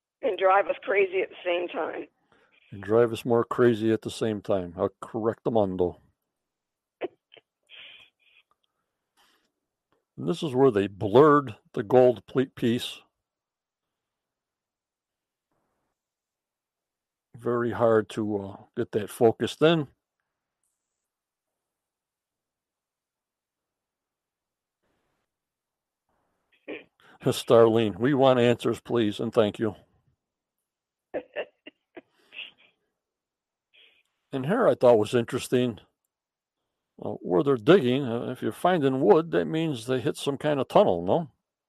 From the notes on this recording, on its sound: On the phone.